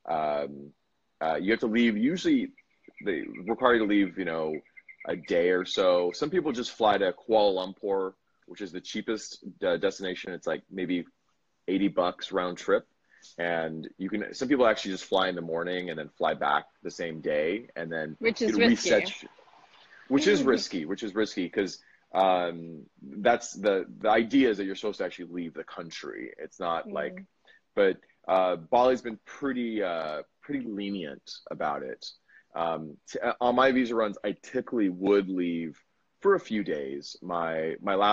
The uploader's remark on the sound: I did an Instagram Live and interviewed a friend